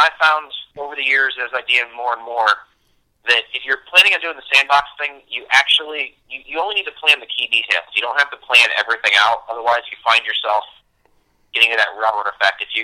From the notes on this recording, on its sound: We had set up a SKYPE session but it didn’t work out well so we ended up just putting him on speaker